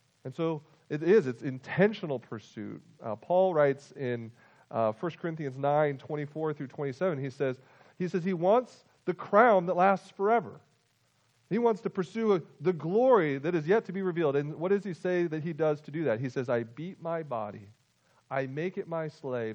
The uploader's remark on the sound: Full length audio recording of this week’s worship service.